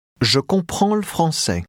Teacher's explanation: noticing how the L sound gets tacked onto the word before.